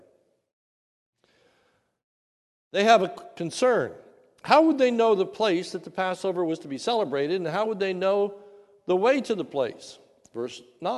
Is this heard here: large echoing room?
yes